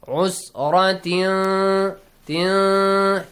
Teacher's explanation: Usratin, tin, nasal sound, hide the sound of noon, produce a nasal sound · Term: Ikhfa